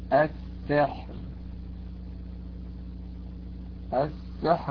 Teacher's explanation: عارض لأجل الوقف، وقبلها ساكن مستفل، وقبل هذا الساكن المستفل حرف مكسور، قبله حرف مكسور، فهنا أيضا ترقق الراء